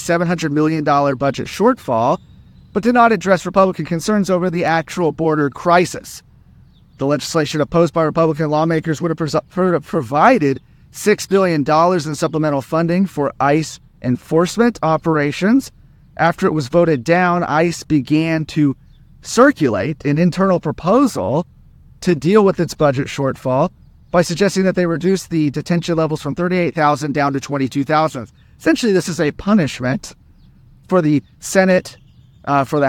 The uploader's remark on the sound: Reports live from Shelby Park one month after the Supreme Court allowed federal officers to cut down Texas’ border barriers.